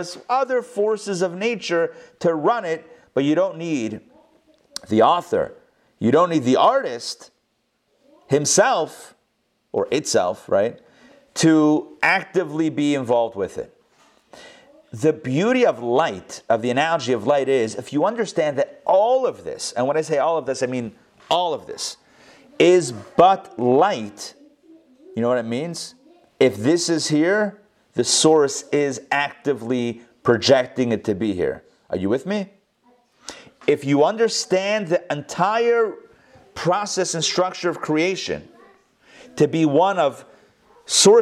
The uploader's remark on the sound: Recorded live in Atlanta on November 29, 2020